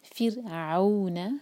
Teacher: را ساکن کو باریک رکھیں گے کیونکہ اس سے پہلے ہے کسرہ